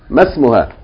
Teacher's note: the ma, the long vowel, when it's followed by hamzatul wasl, it becomes short.